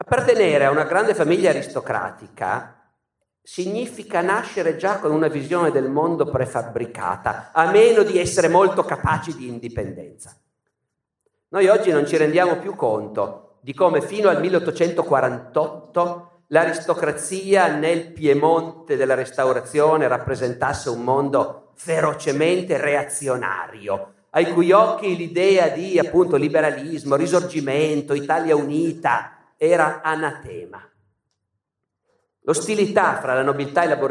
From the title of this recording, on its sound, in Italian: Teatro Nazionale di Genova, 2019